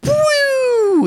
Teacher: That's upwards, not down. for those listening. That was a rising tone.